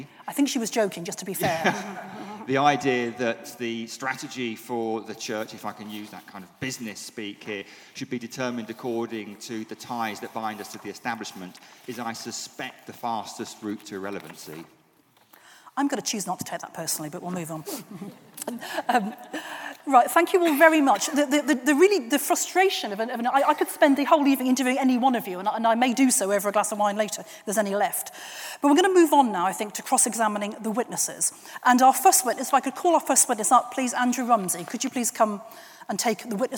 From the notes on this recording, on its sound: An event recorded this week at St Mellitus College. A recording of a lively event at St Mellitus College, in London. It was hosted by the Church Times and SCM Press, and recorded by Captive North.